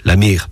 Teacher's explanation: À certains endroits, on ferme la voyelle. Le mot devient donc la mère.